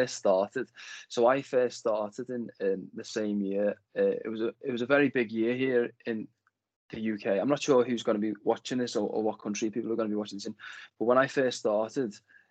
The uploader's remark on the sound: This conversation originally took place during lockdown as a video interview rather than audio